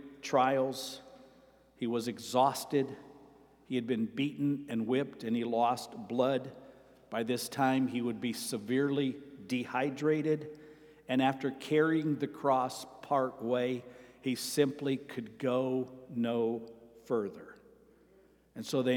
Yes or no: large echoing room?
yes